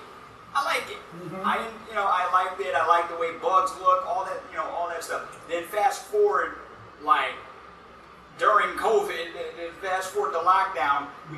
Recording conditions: poor sound quality